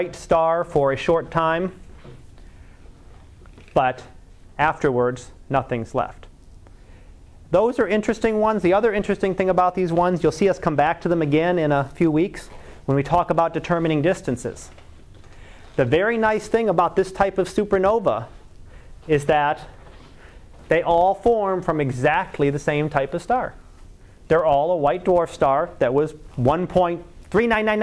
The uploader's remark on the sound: Live Class Lecture